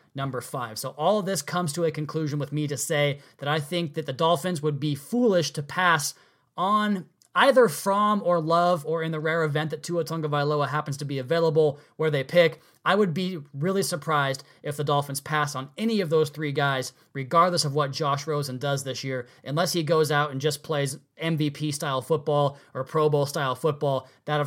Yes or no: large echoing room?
no